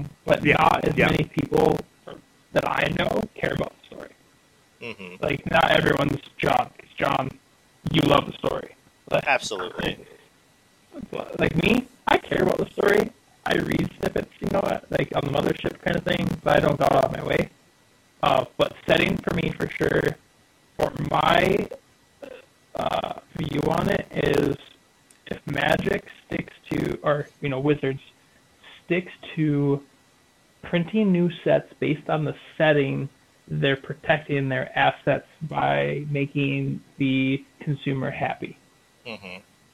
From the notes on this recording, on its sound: Please pardon the audio. There was a problem with recording we didn’t notice.